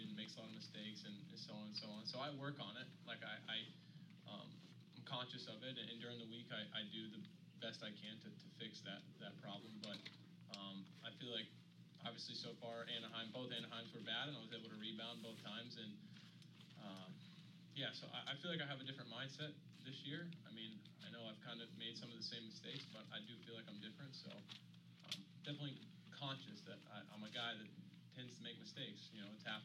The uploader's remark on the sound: This is the press conference for the 250 class from round 4 of the Monster Energy AMA Supercross series from Oakland California.